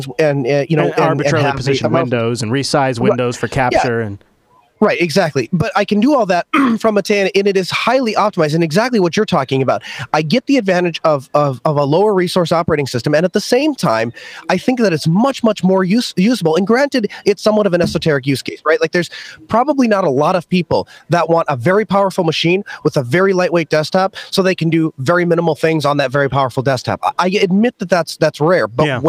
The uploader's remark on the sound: Live from SouthEast LinuxFest